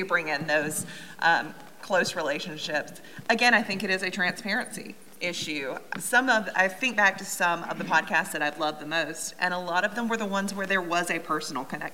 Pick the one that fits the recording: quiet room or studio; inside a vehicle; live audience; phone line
live audience